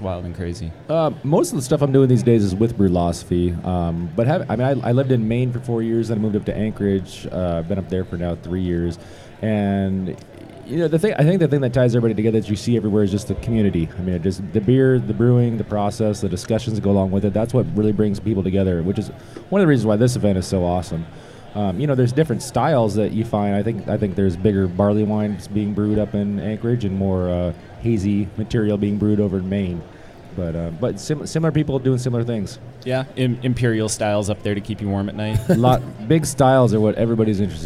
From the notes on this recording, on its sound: Live at HBC. Recorded live on the floor of Homebrew Con 18.